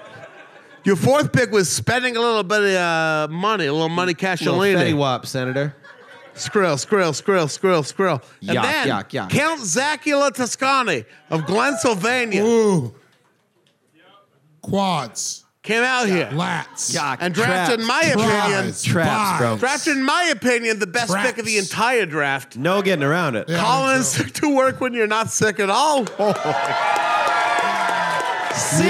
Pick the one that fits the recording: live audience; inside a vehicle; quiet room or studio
live audience